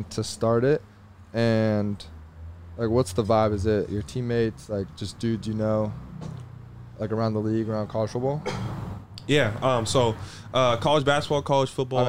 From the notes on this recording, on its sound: joins the boys in the truck